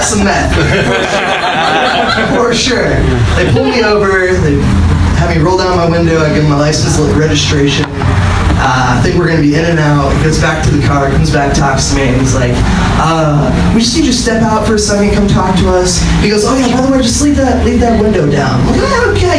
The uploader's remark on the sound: Live from Genuine Joe's